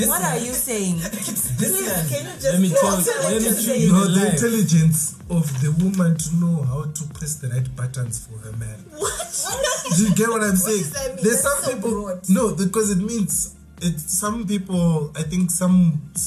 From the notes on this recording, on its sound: sit down at Le Spot to try out new mics as well as the food at Le Spot